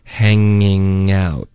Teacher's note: 这个 hanging 的这个后鼻音会连到 out